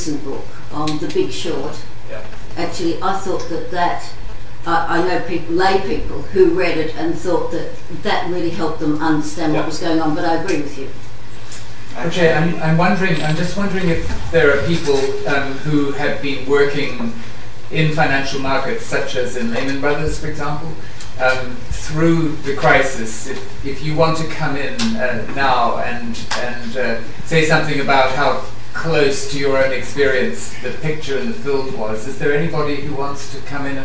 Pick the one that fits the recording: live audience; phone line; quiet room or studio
live audience